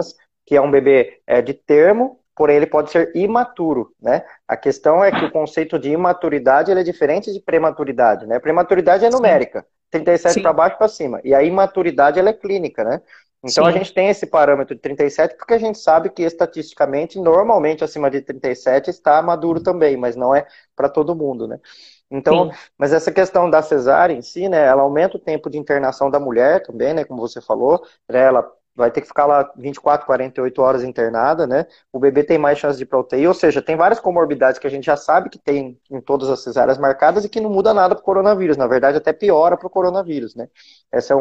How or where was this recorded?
video call